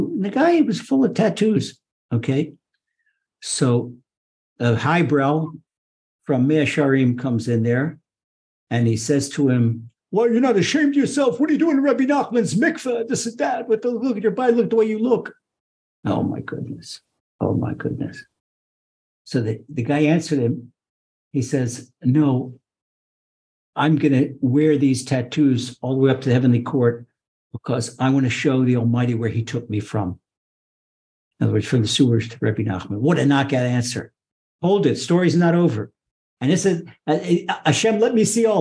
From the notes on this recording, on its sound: Recorded via TORCHzoom. (Ashdod, Israel) by TORCH Centre (Houston, Texas).